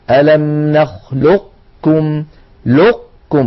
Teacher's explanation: فيكون إغلاق المخرج على قاف ساكنة من غير قلقلة ويكون الفتح على كاف متحركة · Term: إدغاما ناقصا